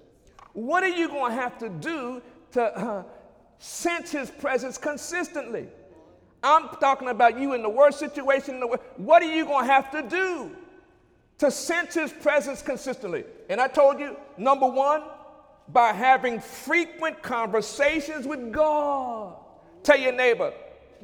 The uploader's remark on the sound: During Wednesday night service on May 3, 2017